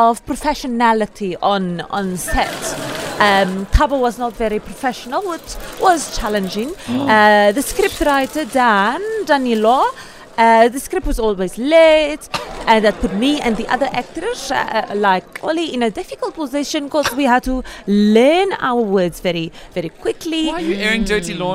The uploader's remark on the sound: We hear from the cast at the press conference.